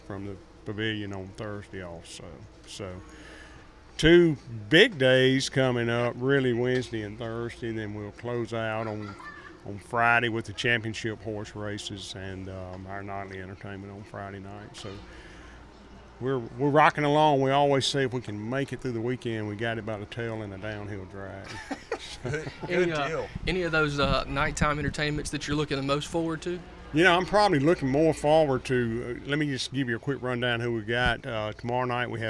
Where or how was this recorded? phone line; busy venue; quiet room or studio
busy venue